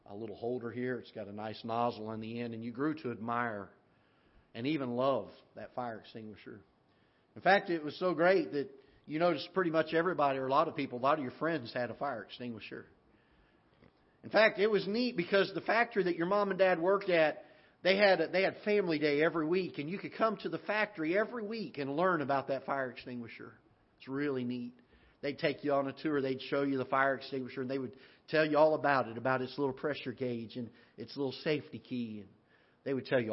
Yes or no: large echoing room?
yes